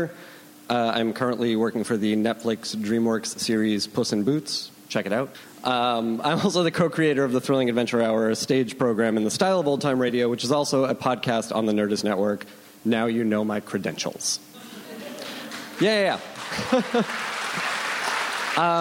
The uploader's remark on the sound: Recorded June 5, 2015 at ATX Television Festival.